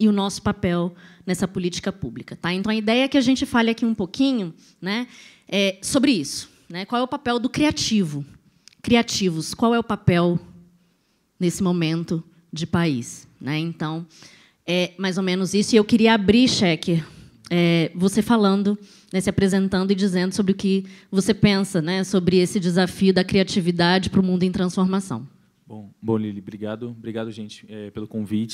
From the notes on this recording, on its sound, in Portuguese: Foi gravado direto do World Creativity Day em Brasília (DF). Apresenta painel no maior festival colaborativo de criatividade do mundo.